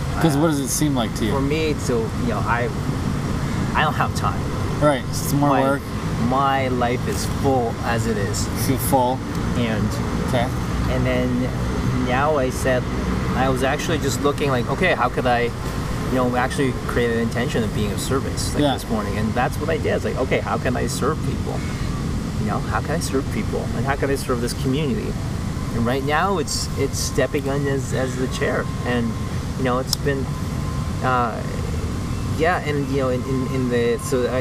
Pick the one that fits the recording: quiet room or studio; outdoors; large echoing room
outdoors